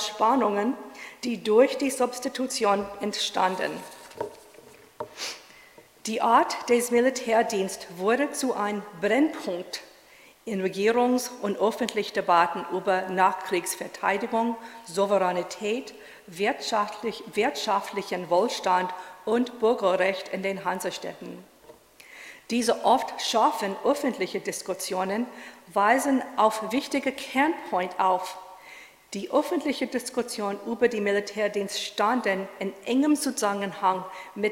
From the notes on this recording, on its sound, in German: In einem öffentlichen Vortrag am Historischen Kolleg in München